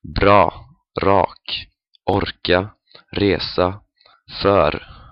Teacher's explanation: most of the time you will encounter speakers with the trilling or rolling R